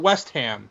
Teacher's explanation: you're putting all the emphasis on the West and not on the ham. It sounds very, very American.